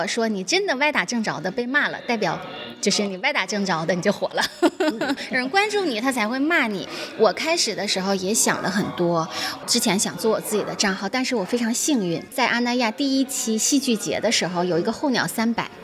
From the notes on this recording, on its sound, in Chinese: 参加由大内密谈举办的线下播客活动「声量The Power of Voice」期间进行的录制。作为一期非常即兴的对谈，录制场地也很即兴的放在了一家面包店内，音质环境相比之前节目会有些嘈杂。